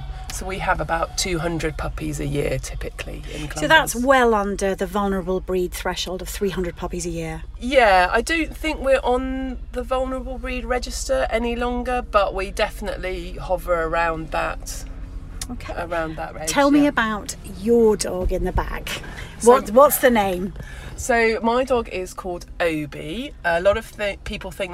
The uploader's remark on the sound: Recorded at the Hampshire Country Sports Day 2023.